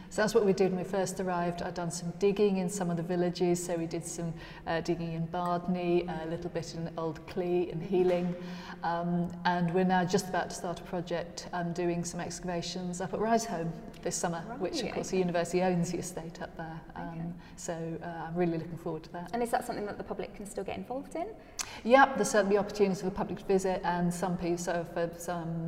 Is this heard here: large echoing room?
yes